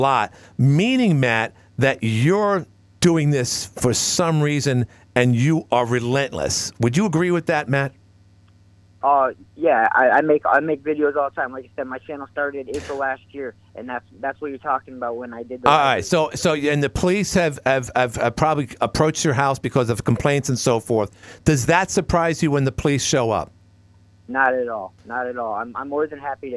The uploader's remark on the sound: called in to defend himself